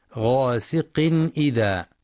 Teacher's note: بيان الإظهار الحلقي للتنوين لوقوع الهمزة بعده غاسق إذا، مع الحذر من ترقيق الغين في غاسق لأنها من حروف الاستعلاء.